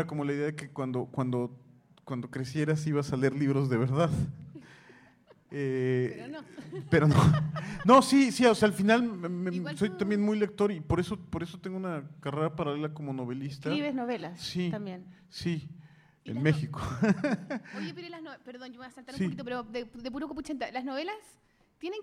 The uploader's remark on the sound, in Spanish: Nuevamente con público. Los tres invitados del V Encuentro de Ilustración y Cómic de La Reina este 2017. Al final respondieron algunas preguntas de los asistentes.